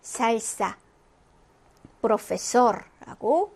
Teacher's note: 근데 시옷이라고 했지만 시옷과 쌍시옷의 중간 발음인 것 같아요.